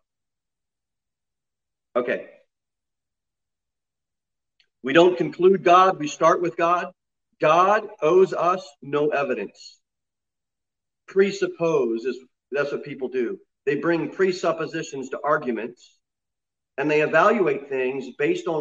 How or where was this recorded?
large echoing room